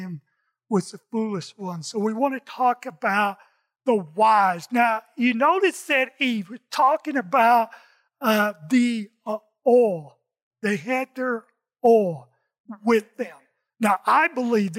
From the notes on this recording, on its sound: In this message from our Sunday service. Recorded from South Gate Fellowship in Duncanville, TX.